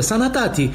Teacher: a păstrat fonetica curată, sanatati, cu aurile deschise la fel de larg ca și gura